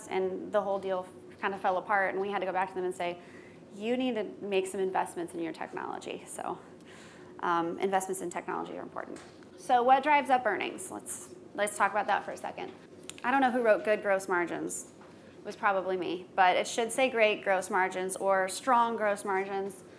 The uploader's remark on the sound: Today's skucast episode was recorded at skucamp.